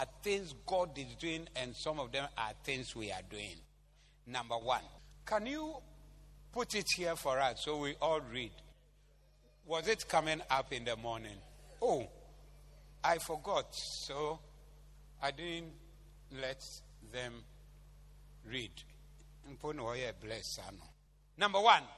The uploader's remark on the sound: Preached at The Attempt Great Things Service(Zeloo)